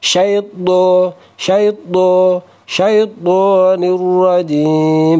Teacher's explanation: Jadi syaito tebal, bunyi tebal itu dibentuk karena irtifa'u aksol yaitu mengangkat pangkal lidah ke langit-langit mulut atas. Karena diangkat, maka secara otomatis udara di dalam mulut bagian atas itu menyempit.